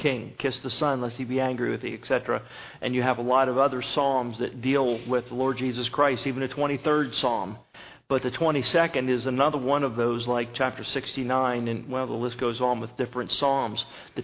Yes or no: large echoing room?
yes